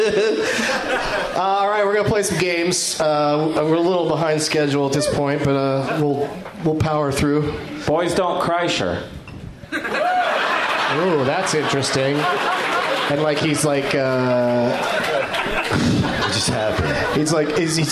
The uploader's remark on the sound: Live from Cap City Comedy Club in Austin